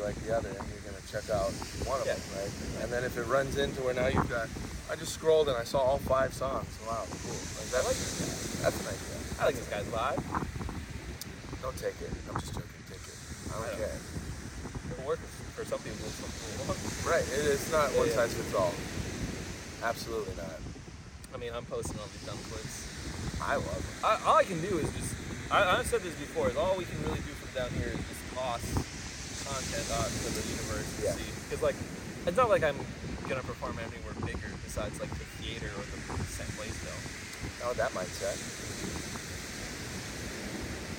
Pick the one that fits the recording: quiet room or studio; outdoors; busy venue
outdoors